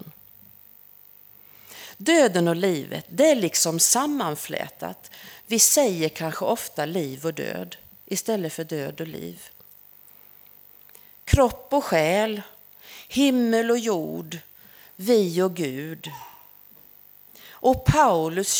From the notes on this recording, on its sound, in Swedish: Inspelad under gudstjänst på Snäckan, Klintehamn.